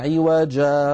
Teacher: مرة وقفنا عليها كما نقف على رأس أي آية، فقلنا عوجا بمد عوض